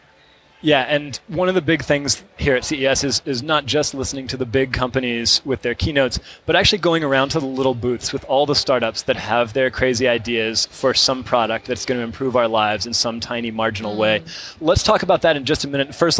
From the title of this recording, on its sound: Live from CES